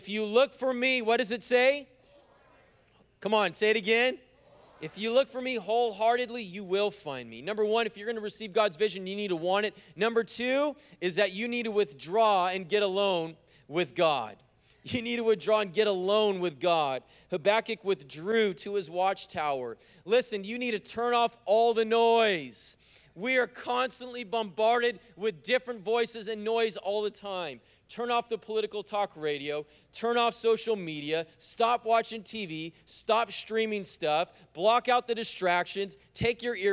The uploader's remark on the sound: preached on January 30th at the 11:30AM service